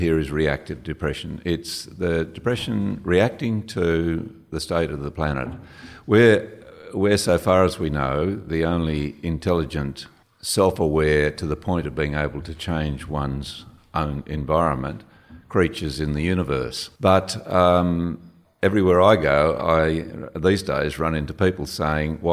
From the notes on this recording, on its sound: This month we’re bringing you a live conversation